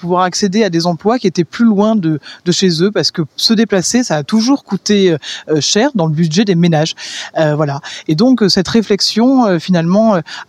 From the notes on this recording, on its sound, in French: Radio Aviva était sur place pour la conférence de presse organisée le vendredi 08 décembre 2023 à la comédie de Montpellier.